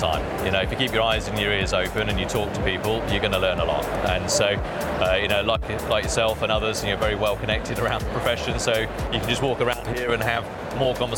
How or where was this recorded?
busy venue